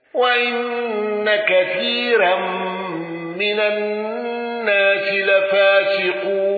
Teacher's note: الأزرق بترقيق الراء